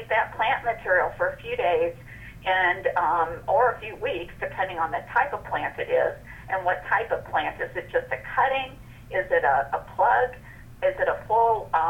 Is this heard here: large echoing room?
no